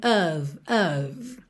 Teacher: É um O misturado com aquele som bobo uh, então a gente tem of, of.